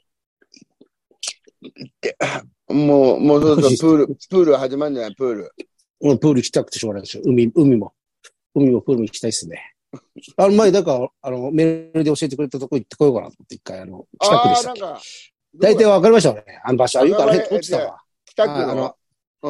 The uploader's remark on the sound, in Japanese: ZOOMで収録